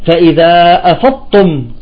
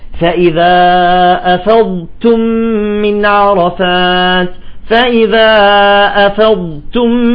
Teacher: يجب أن نستطيل بالضاد، لاحظوا نستطيل بالضاد، ونخرج التاء بهمس بسيط · Shown in: second take